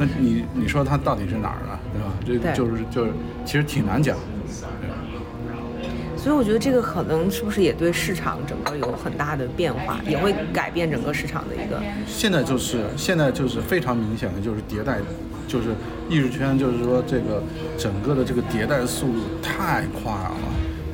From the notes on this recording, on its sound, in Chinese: 两周前在纽约某酒店大堂吧的一次聊天。因为录制环境原因， 噪音较多，还请听众多多包涵。